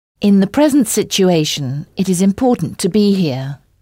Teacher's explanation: Bien, alors le mot ici se dit here, H-E-R-E. Et notez bien là encore le H aspiré anglais